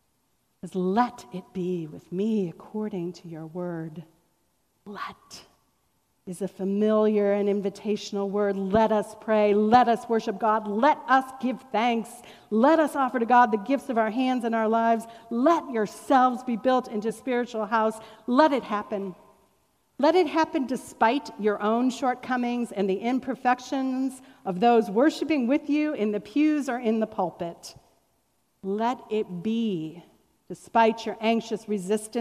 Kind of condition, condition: setting, large echoing room